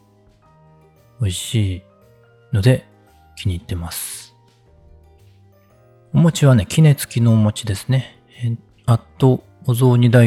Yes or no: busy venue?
no